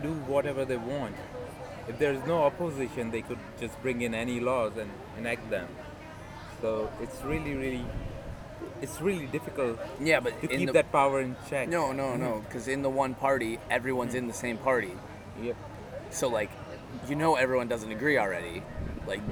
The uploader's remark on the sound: A bit of wind noise and I left it stereo cause it felt more personal.